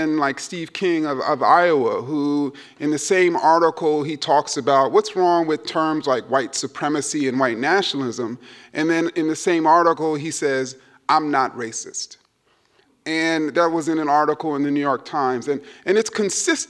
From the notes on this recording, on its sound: keynote speech at the Dear White People Symposium (February 17, 2019 at E-Werk in Freiburg, Germany)